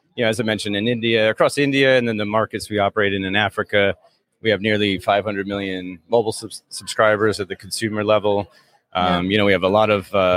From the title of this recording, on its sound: JSA Live TV at PTC 2023